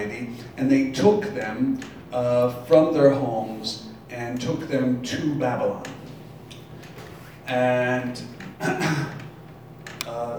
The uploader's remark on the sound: Live from Black Cloister Brewing Company.